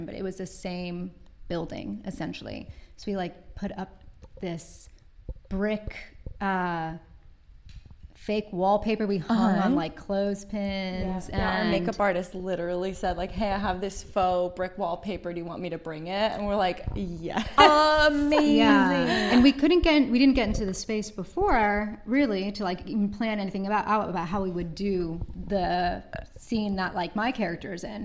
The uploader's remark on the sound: We Make Movies Intl Film Festival LIVE. We are live, on-location at the Broadwater for We Make Movies International Film Festival.